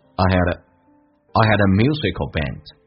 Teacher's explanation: I had 不被强调，用降调来发，所以会发现那么降调速度快，而且嘴型没怎么打开，就听起来 I 有近似于单元音， had 的 I 近似于发 a 这个发音，变成 I had a musical band.